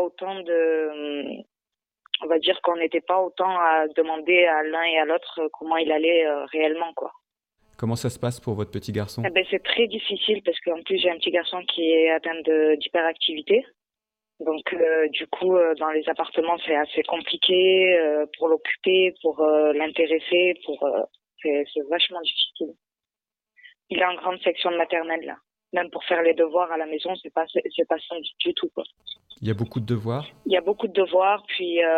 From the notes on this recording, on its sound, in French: Au téléphone